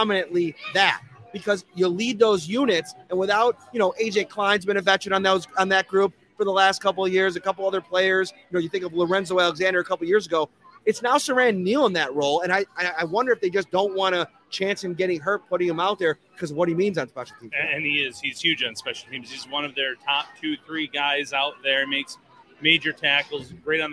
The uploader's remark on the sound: Live at Imperial Pizza in South Buffalo.